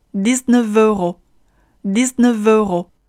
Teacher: 在连送的时候，f 变成了 v 的发音